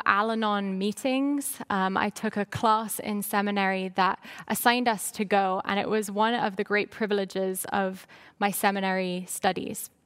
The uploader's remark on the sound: Message delivered during the Traditional Worship Service